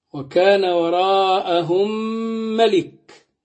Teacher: الميم مع الميم إدغام مثلين صغير، ميم مع ميم إدغام مثلين صغير.